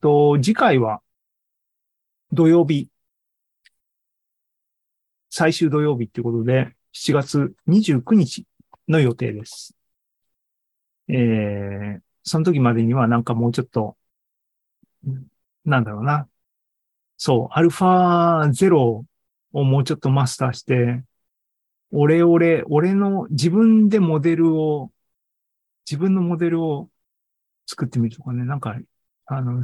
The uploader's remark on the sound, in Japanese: ２０２３年６月２４日に開催した ZOOMライブの模様です。